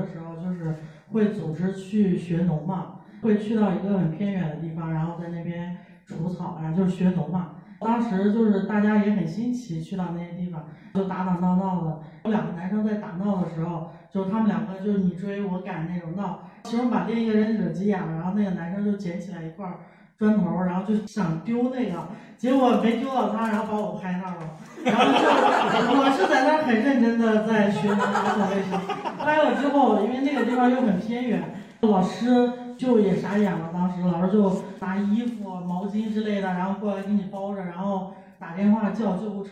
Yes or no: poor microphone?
yes